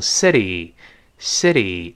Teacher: 当然读快之后呢，这个 t 会浊化